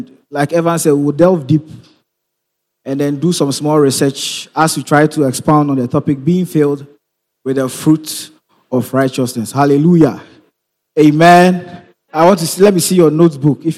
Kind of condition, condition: setting, large echoing room